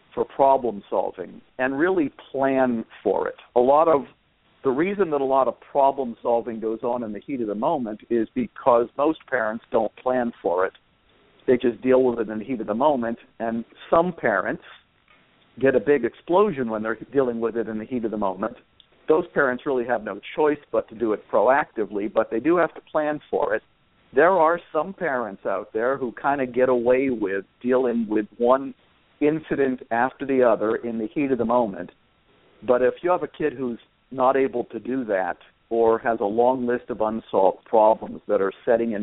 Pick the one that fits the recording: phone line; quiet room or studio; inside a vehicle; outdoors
phone line